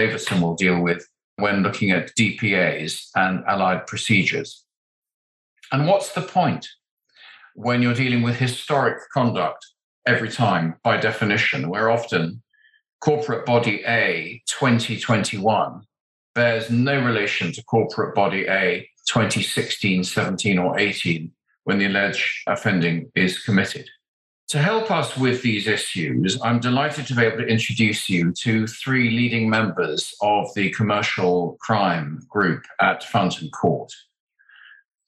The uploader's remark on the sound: A recording of a virtual panel discussion hosted by Fountain Court’s commercial crim group.